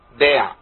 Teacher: يفتح العين بتكلف. تمام. ويجيب ألف بعد الباء